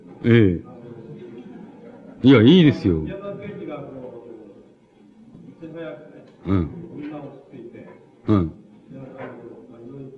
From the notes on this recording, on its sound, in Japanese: 主催：京都精華短期大学 学生部 場所：京都精華短期大学。場所は、京都精華短期大学大教室。一般の人にも開放され、 他大学の学生の聴衆も多かった。音源は主催者提供。